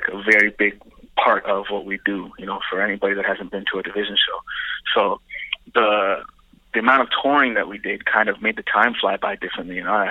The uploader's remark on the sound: we make calls from our Upper West Side apartment